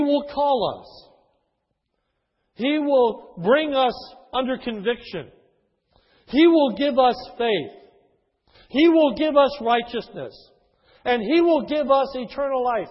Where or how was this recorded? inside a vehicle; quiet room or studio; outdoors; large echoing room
large echoing room